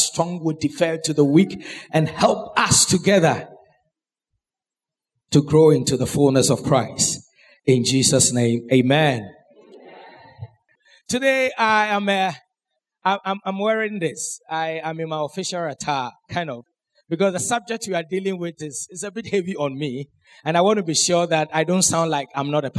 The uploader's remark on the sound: Sermon preached at CBC Adabraka Campus